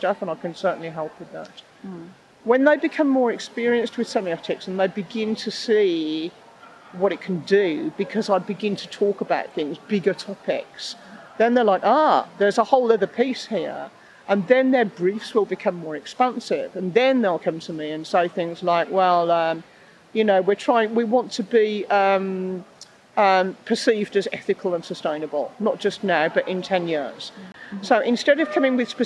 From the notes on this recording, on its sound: LIVE episode of Looking Outside , recorded at the Insights and Innovation Exchange event in Texas. In this special LIVE episode of Looking Outside , recorded at the Insights and Innovation Exchange event in Texas.